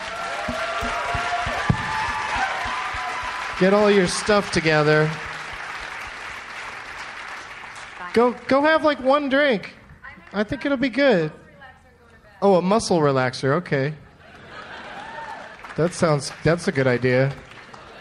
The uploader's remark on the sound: taped in Seattle, WA at Bumbershoot Arts and Music Festival